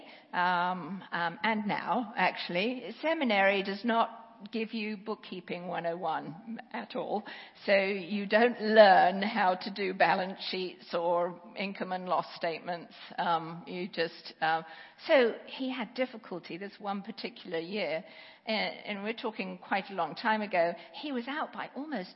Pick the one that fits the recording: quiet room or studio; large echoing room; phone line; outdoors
large echoing room